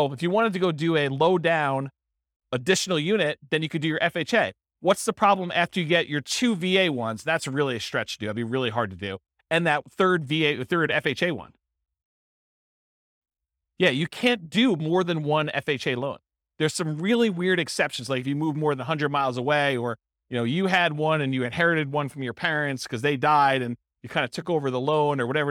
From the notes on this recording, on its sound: This was a live class recorded